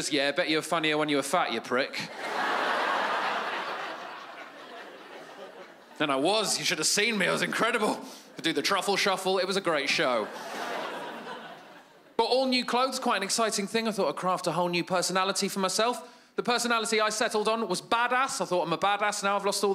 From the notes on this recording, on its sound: stand up from the Just For Laughs Festival in 2015